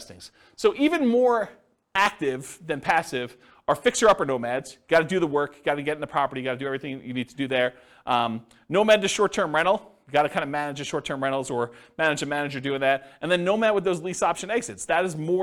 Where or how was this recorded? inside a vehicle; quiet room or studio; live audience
live audience